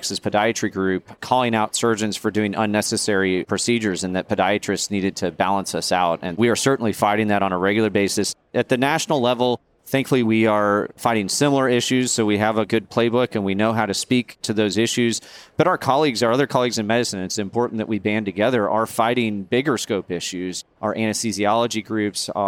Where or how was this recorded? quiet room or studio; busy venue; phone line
busy venue